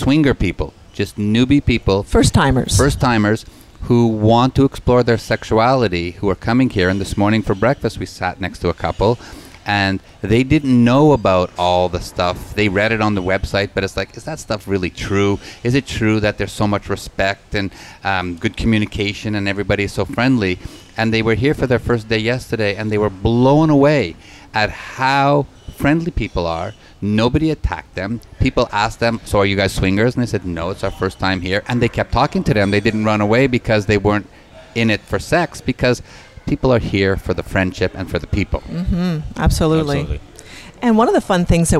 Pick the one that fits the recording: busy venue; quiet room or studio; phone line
busy venue